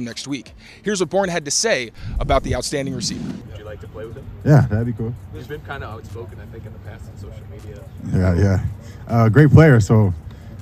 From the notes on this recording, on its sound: Reports LIVE from Patriots OTA practice to discuss his observations.